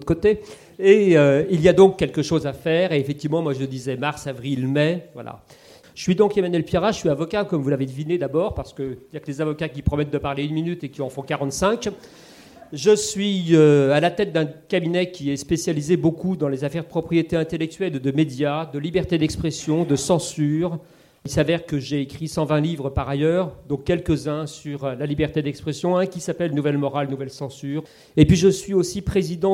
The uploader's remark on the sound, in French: lors d'une conférence inédite